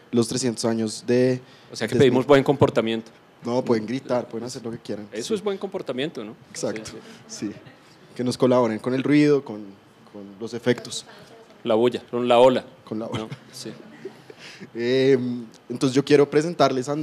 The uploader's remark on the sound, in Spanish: en vivo en la Universidad de los Andes